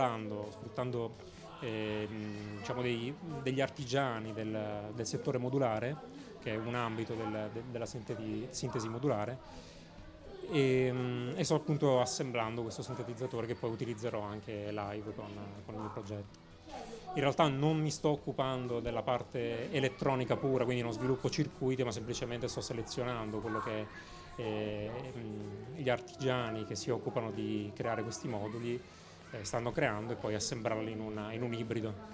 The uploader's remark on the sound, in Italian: PUNTATA SPECIALE DAL FESTIVAL DELL'ECONOMIA 2018!